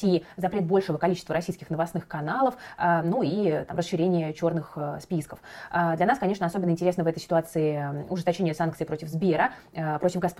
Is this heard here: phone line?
no